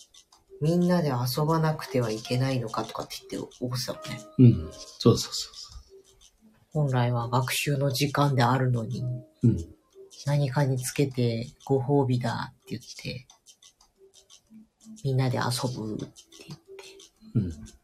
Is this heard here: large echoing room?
no